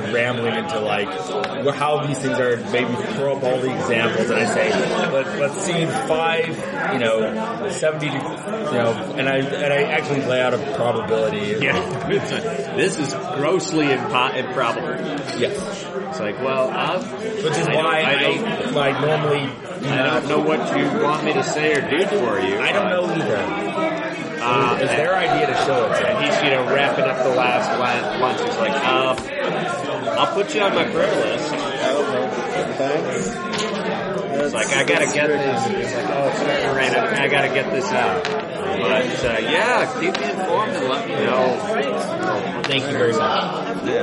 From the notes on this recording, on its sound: Please excuse the audio quality of this recording, it was a con game